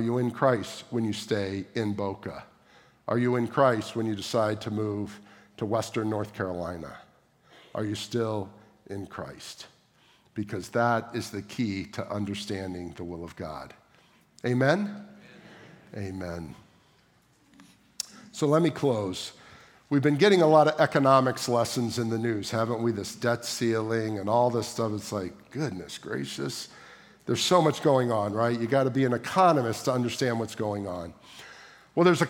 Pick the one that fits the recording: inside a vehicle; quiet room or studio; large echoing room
large echoing room